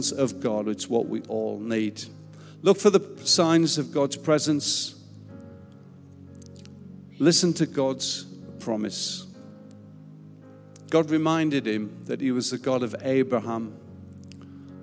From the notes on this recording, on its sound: Recorded live at Life Church Lancashire.